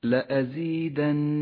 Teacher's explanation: النون الخضراء المشددة في كلمة لأزيدنكم، هذه النون الخضراء المشددة تحتاج إلى غنة زمنها حركتان